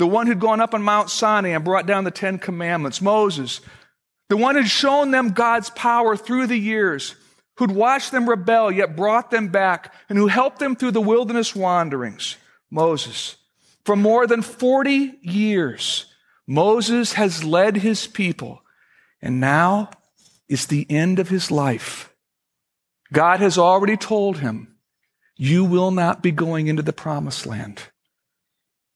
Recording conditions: large echoing room